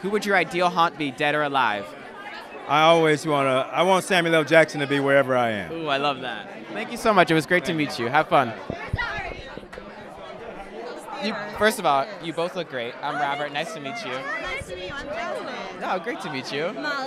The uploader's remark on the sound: LIVE from Fat Ham Broadway Opening! On the Fat Ham Broadway opening night red carpet.